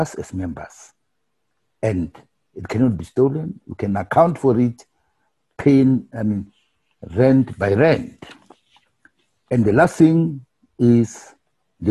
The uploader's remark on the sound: Limpopo & Mpumalanga Province Regional Zoom Meeting